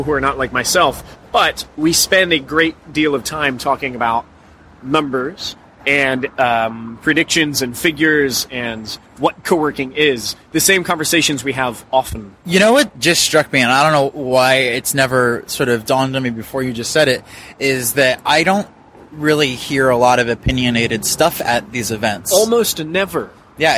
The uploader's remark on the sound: Live from the Coworking Europe Conference. Recorded live at the Coworking Europe conference which we attended in beautiful Lisbon, Portugal.